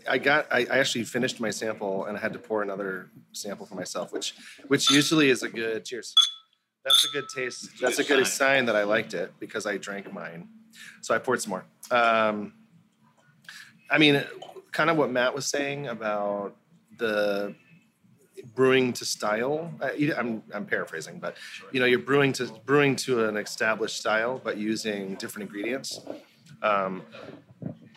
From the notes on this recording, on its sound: The legendary Beer Bar, Deep Ellum in Waltham, MA, has been reborn! Just outside of Boston. At Deep Ellum beer bar.